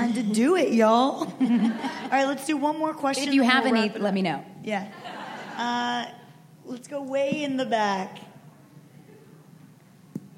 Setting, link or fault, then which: setting, busy venue